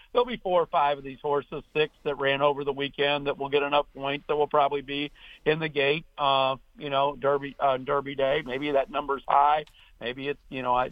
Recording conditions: phone line